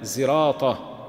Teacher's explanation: زراط قراءة خلف عن حمزة بإشمام الصاد زايا